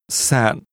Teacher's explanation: Hotel is pronounced with a high rising tone. Khách and a low falling broken tone. Sạn.